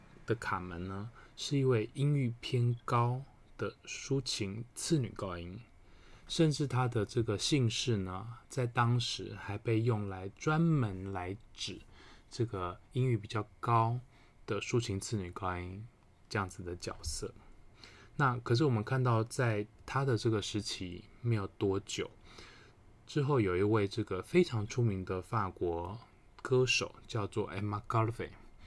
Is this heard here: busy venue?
no